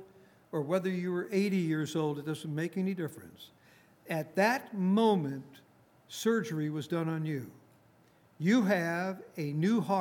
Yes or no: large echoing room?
yes